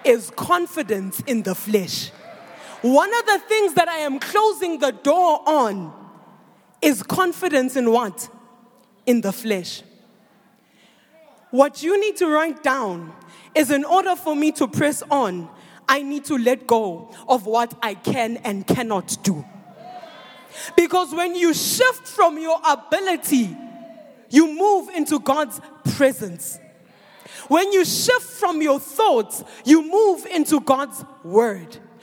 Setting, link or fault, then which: setting, large echoing room